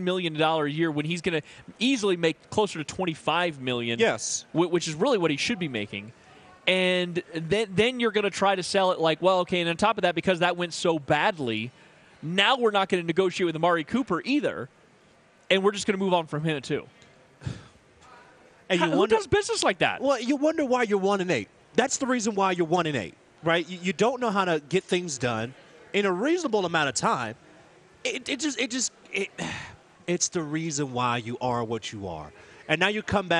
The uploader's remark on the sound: Live From Bad Daddy's